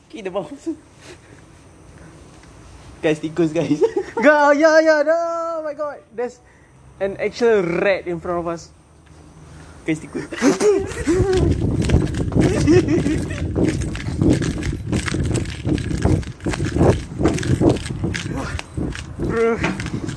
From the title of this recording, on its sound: half assed podcast outside the depot